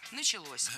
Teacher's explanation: Дело в том, что возвратная часть «се» во многих словах как бы притягивает ударение к себе